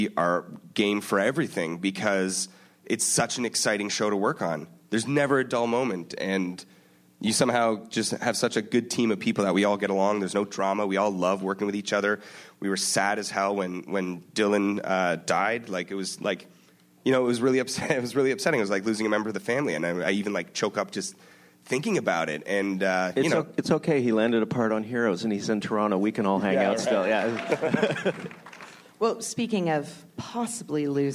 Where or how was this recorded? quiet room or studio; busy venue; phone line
busy venue